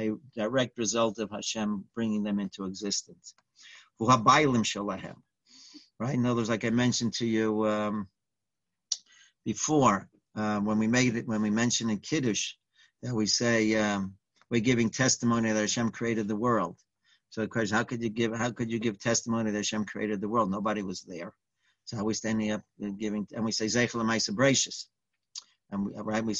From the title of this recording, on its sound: Live On Zoom